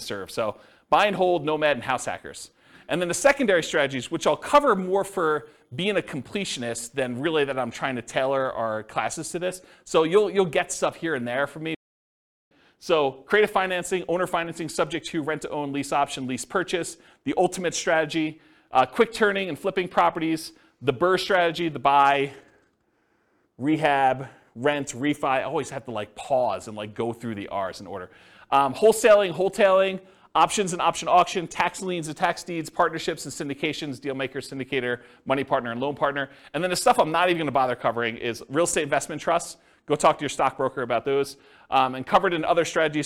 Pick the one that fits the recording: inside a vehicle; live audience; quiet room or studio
live audience